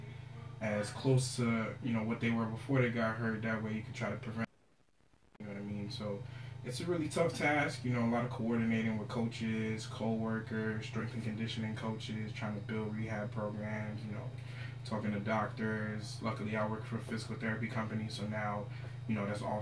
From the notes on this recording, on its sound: Please excuse the audio